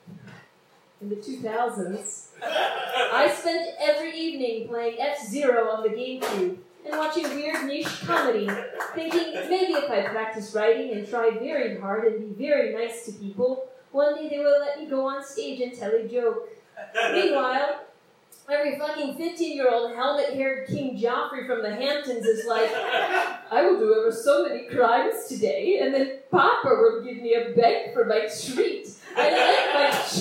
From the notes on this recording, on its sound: Took over hosting duties and recorded the show with her phone. The quality isn't great, we admit.